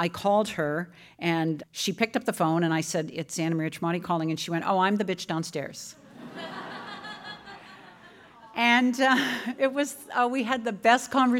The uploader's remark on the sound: On stage at Hot Docs. Live on stage at the Hot Docs festival.